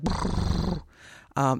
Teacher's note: A bilabial fricative, which is what that is. So it's bilabial, two lips together, and then you're fricative, so you're pushing the air through and with some friction.